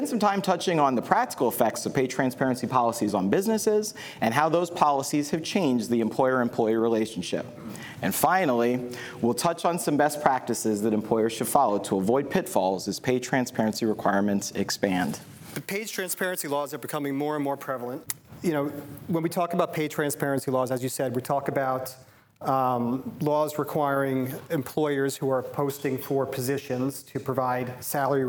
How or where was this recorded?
live audience